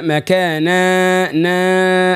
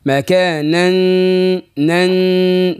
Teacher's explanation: ولا صوت من الفم، هو الصوت من الخشم